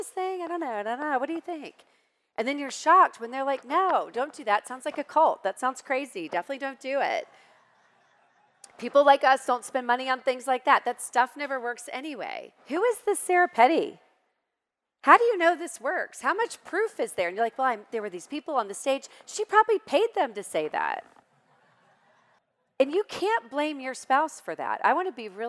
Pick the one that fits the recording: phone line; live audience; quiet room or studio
live audience